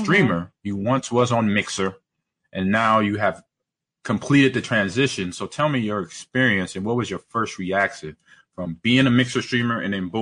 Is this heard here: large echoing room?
no